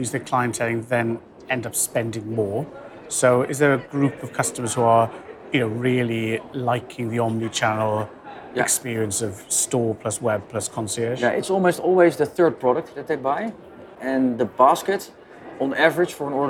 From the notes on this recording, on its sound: Recorded in New York at NRF 2023. Hunkemöller at NRF 2023. During an exceptionally busy NRF 2023 in January in New York.